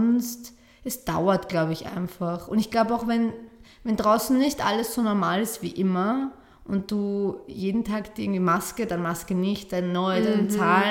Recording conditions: echo